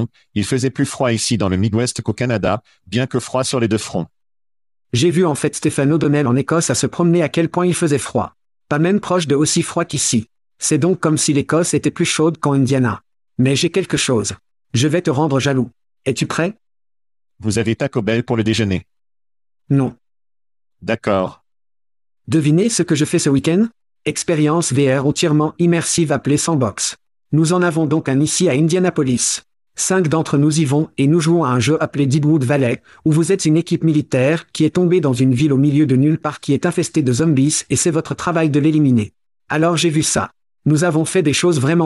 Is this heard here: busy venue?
no